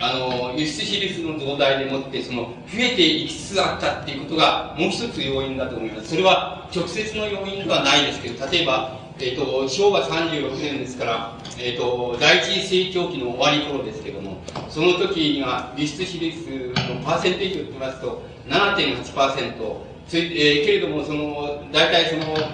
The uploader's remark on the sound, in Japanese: 音質：２。主催：自治労山口県職員労働組合下関支部 場所：下関市水産会館。音質はあまりよくない。